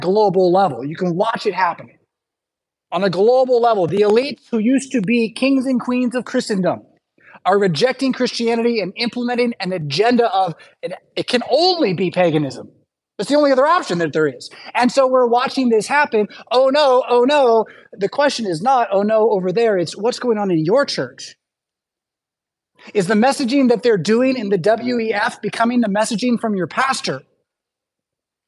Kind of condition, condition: setting, large echoing room